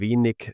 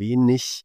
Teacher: Und deshalb alles, was auf IG endet, spricht man Ich aus. · Shown in: second take